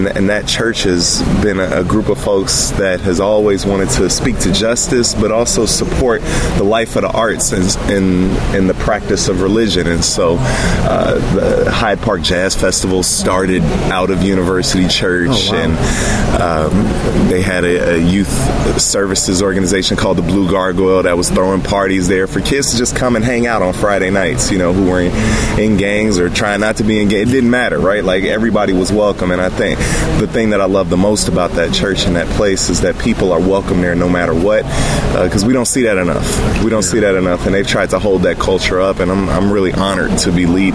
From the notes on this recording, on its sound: At the 2016 Wild Goose Festival in Hot Springs, NC